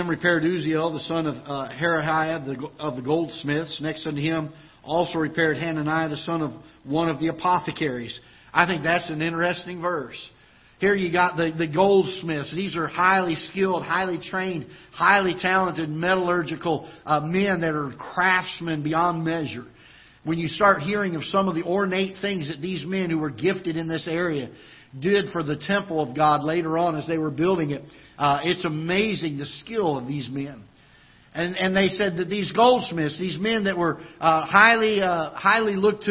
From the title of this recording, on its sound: Ketha Heights Baptist Church ~ Live Broadcast